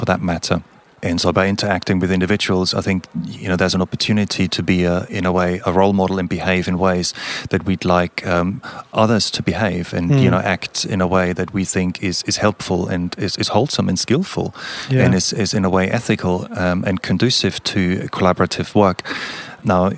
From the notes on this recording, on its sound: Whilst at the Leading the Product Conference in Stockholm recently, I caught up